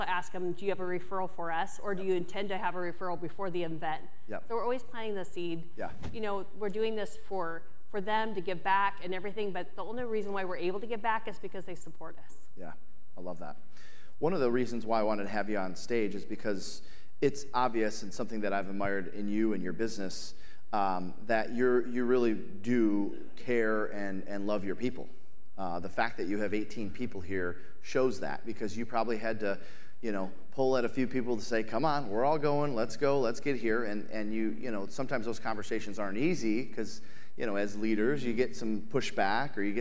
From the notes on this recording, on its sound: we’re bringing you a live segment